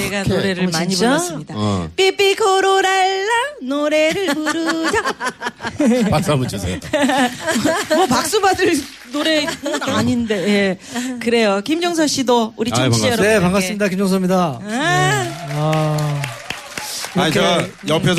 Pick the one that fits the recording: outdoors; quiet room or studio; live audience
live audience